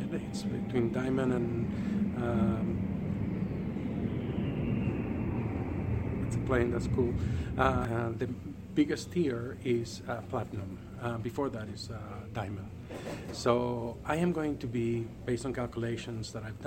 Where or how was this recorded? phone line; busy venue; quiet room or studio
busy venue